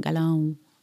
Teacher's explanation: Es klingt Galong, irgendwie so ähnlich. Es ist nasal, es geht nach oben, Galau. Aber da ist ja dieses Galau, das hat ja sowas.